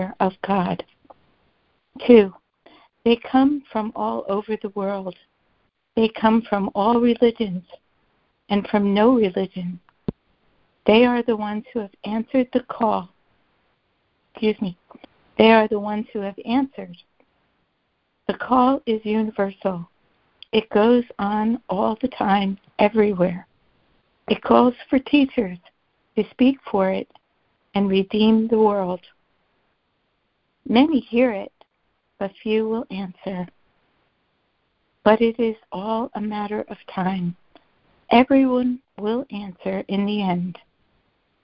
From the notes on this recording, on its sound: ACIM Daily Conference Call.